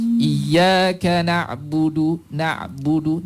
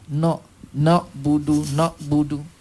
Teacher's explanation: na berbaris atas na. Jangan bunyi, jangan amalkan no. · Shown in: first take